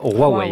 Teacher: Il faut aspirer le H qui devient un R